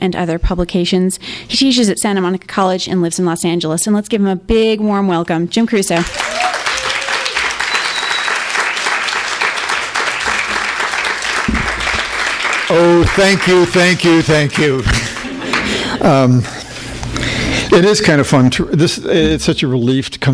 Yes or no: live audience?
yes